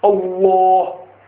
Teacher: So the tongue, the back is rising towards the palate and giving that fullness in the sound while it's being pronounced, while it's coming out. · Term: full mouth